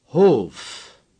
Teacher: Hof has a long O, as in Hannover.